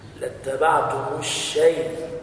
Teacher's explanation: شين مرققة، ياء مرققة، طاء مفخمة